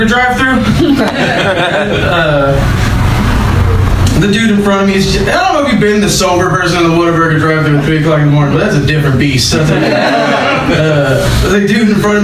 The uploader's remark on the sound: Live from Genuine Joe's